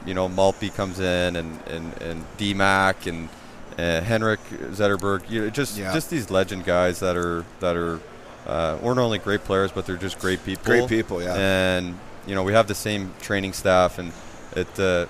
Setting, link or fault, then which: setting, busy venue